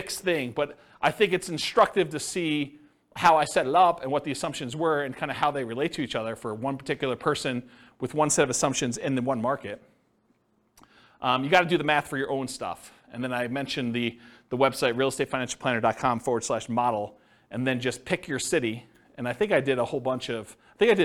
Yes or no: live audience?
yes